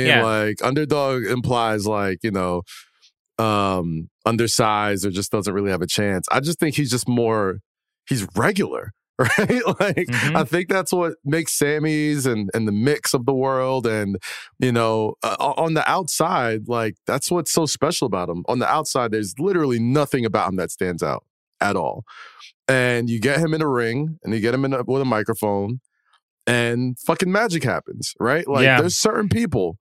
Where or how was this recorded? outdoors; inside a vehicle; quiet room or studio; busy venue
quiet room or studio